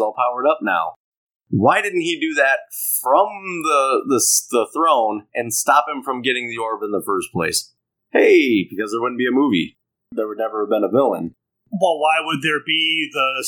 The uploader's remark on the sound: Most of this episode comes from the first thing we ever recorded for this podcast as a proof of concept. Some aspects of the audio quality aren’t our best.